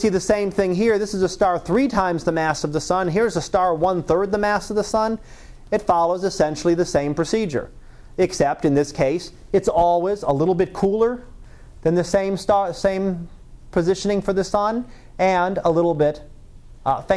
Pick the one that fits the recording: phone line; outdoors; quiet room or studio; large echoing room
large echoing room